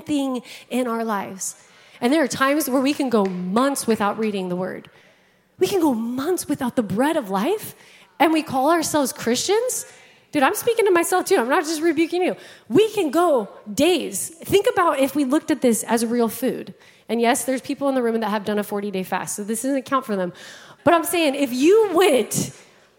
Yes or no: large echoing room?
yes